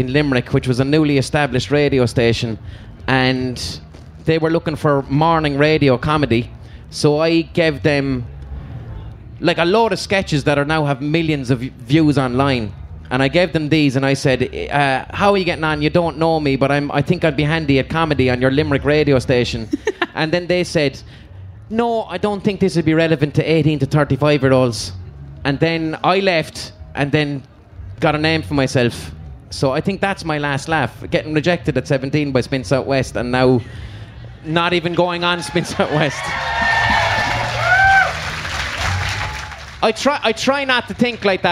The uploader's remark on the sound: Live from Electric Picnic 2019